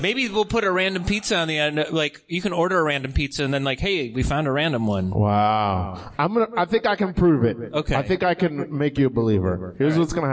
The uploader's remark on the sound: Live from The Tiny Cupboard. Stoner Morning Show is live every Monday night at The Tiny Cupboard in Bushwick, Brooklyn NYC.